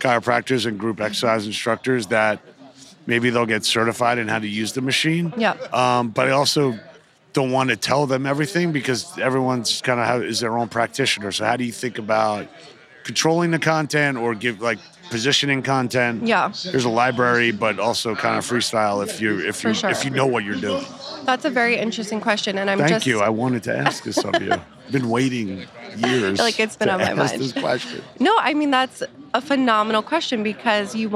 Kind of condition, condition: setting, busy venue